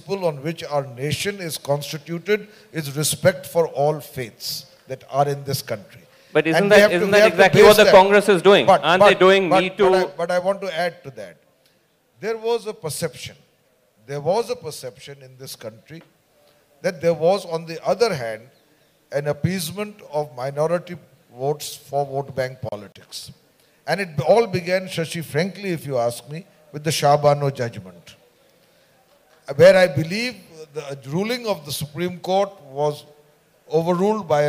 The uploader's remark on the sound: A "byte" from Jaipur Literature Festival 2022!